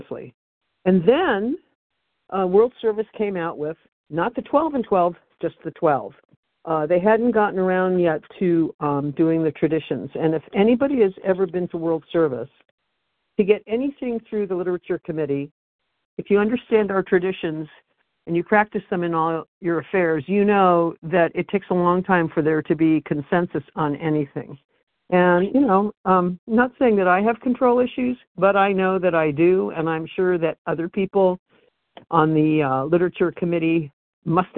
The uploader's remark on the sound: Phone Meeting, 12/28/23.